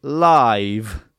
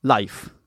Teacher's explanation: So in order to be able to pronounce it, so you say live instead of life, which is the same vowel, I, but it sounds much shorter because the final sound is voiceless · Shown in: second take